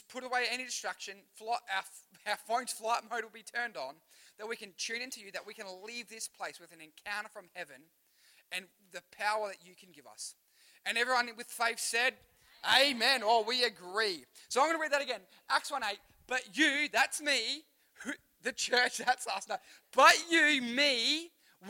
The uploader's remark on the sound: Recorded live at One Youth (One Heart Church, Port Lincoln).